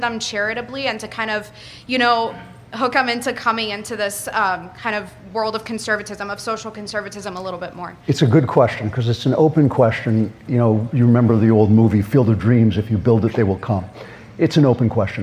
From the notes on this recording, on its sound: Speaks live in front of a student audience at Young America's Foundation's 44th Annual National Conservative Students Conference held in Washington DC.